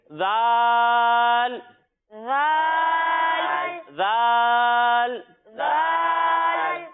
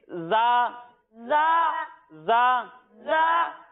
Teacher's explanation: جب ہم زا کی ادائیگی کریں گے تو اس میں سیٹی کی آواز آئے گی · Shown in: second take